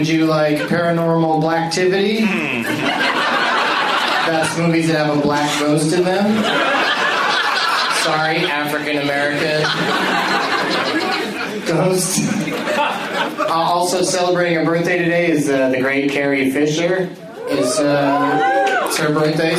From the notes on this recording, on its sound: against audience members at Zanies in Rosemont, IL.